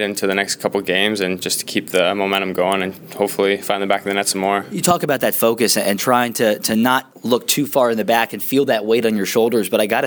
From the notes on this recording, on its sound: Intermission Interview. Between periods at Huntington Center in Toledo!